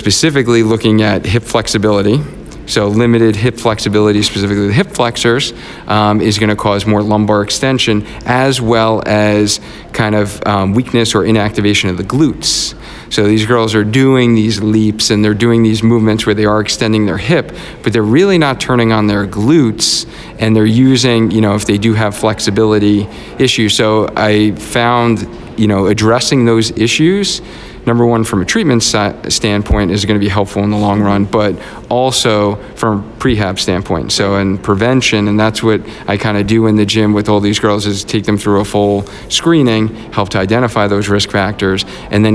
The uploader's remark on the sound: LIVE from the APTA NEXT Conference in Chicago. I'm coming to you live from Chicago, Illinois at the APTA Next conference.